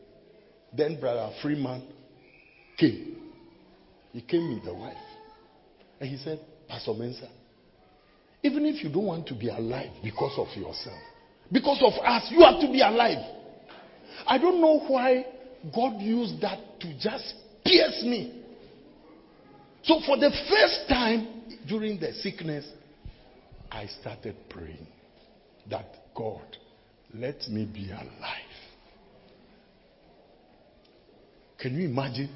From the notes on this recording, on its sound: Preached at the closing of a church annual fast.